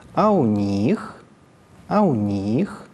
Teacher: На гласном центра тон понижается, а затем повышается, и высокий уровень тона держится до конца конструкции. · Term: интонационную конструкцию номер 4